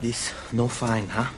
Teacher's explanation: It's a little marred by some West Indian intonation.